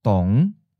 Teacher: Fifth tone, low rising.